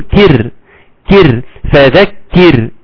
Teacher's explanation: الراء مرققه لانها جت بعد ايه؟ بعد كاف مكسوره